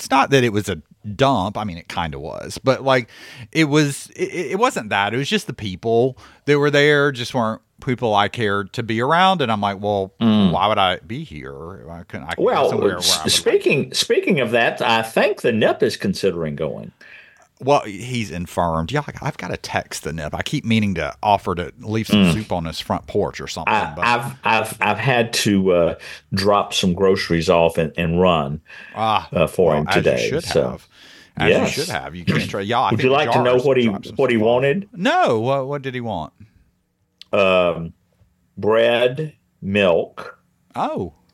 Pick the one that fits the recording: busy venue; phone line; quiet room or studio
quiet room or studio